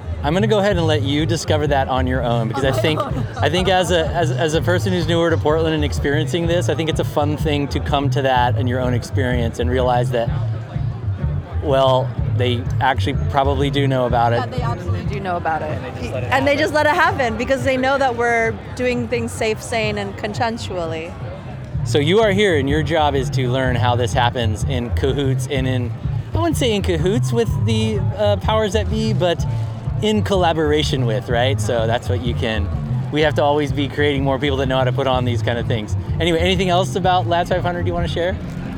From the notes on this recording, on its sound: Live from the Ladds 500! Wade into the thick crowds at Ladds 500 to chat with the assembled characters.